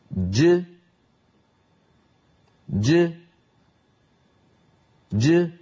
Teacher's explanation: هذه جيم ساكنة مقلقلة